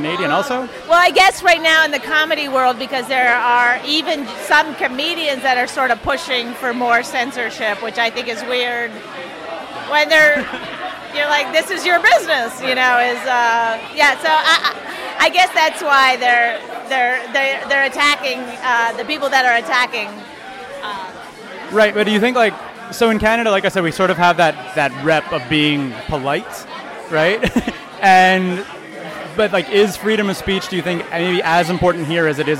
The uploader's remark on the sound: Just for Laughs 2019. The show is at MTELUS, there’s a live band to hype of the crowd.